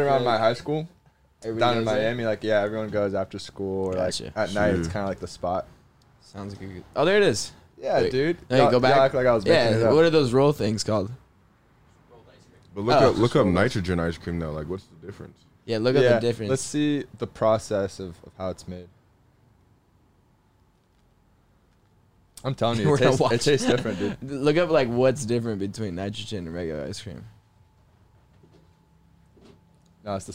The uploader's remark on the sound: In the truck.